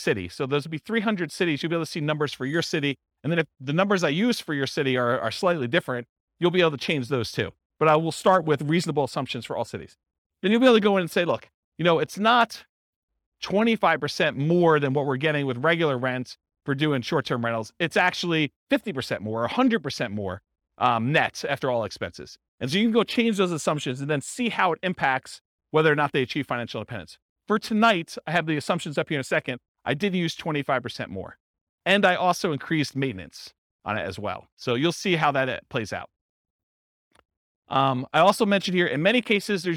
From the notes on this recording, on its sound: This was a live class recorded